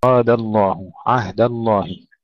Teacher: دائما الدال مرققة، وعندما تأتي قبل لفظ الجلالة انتبه إلى ترقيقها جيدا · Term: ترقيق الدال